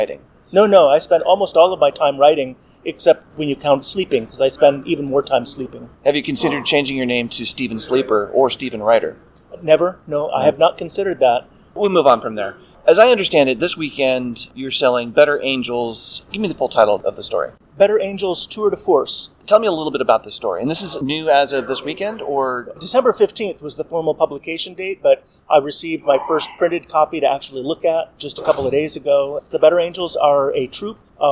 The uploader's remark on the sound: Live from Arisia 2024. In Boston, Massachusetts.